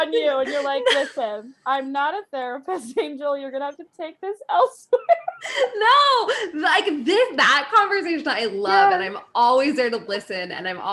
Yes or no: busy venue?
no